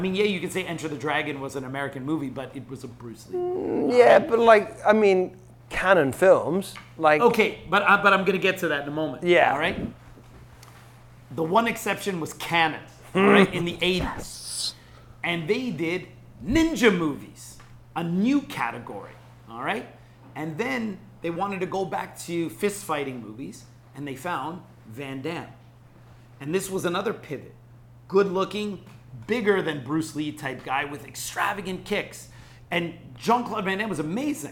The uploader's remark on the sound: DEAD Studio Audience. Live studio audience.